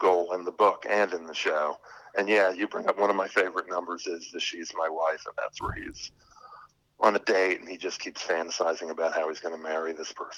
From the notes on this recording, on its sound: Phone interview.